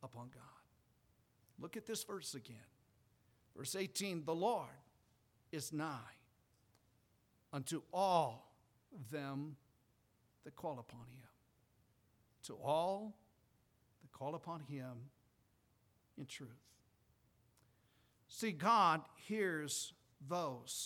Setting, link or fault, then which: setting, large echoing room